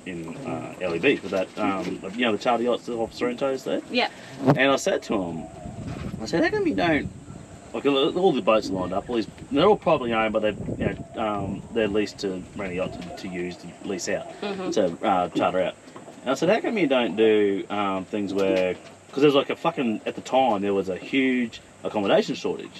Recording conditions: wind noise